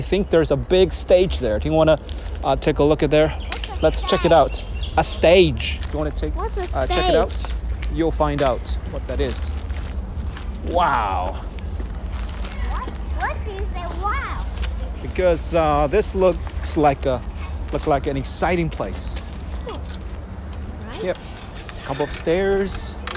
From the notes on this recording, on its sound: Another "walk and talk" episode recorded in Suzhou Central Park.